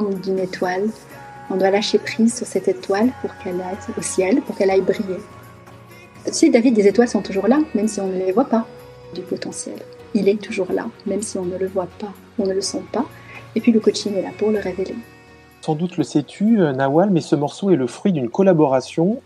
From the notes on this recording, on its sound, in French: se sont déroulés en visioconférence le 1er avril.